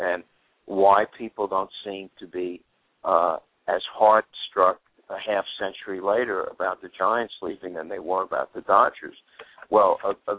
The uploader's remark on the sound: will call